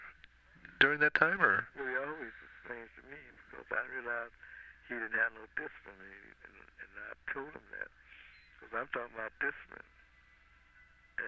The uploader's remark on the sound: Phone call